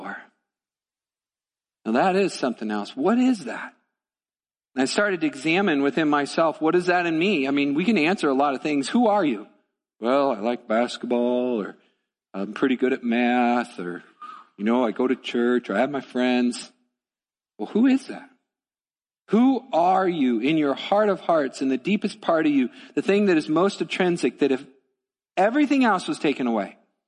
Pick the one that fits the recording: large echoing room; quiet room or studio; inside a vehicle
large echoing room